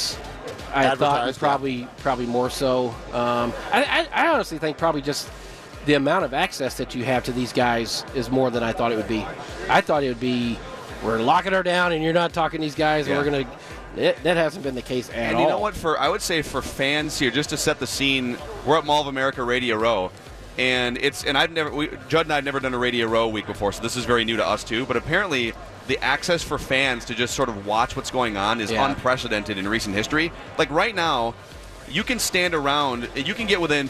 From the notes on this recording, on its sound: live from Radio Row all week